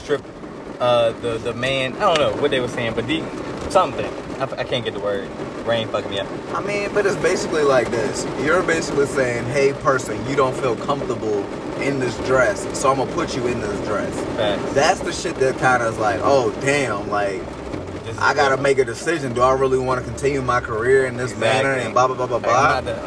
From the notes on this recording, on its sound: Two brothers enjoying a nice evening outside